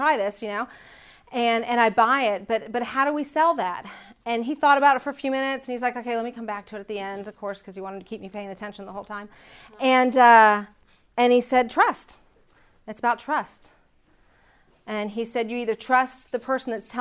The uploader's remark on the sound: The following audio comes from the National Disciple Making Forum by Discipleship dot org. Grace and Truth Living hosted a track called “Women’s Discipleship.”